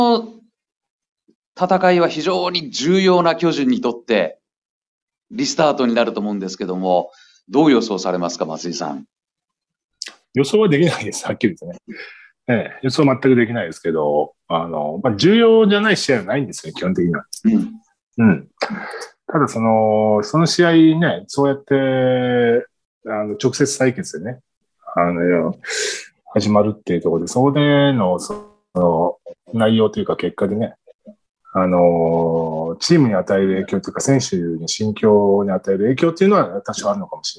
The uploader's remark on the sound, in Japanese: ニューヨークと結び、リモート収録で行われ